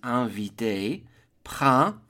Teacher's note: The P-R-I-N is a nasal I-N as in invité, print, first syllable.